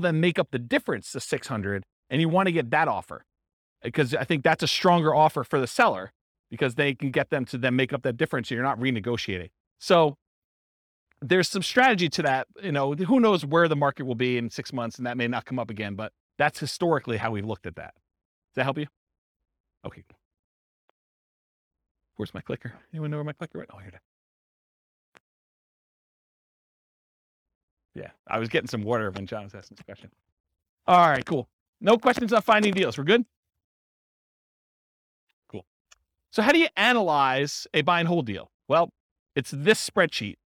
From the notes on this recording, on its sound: This was a live class recorded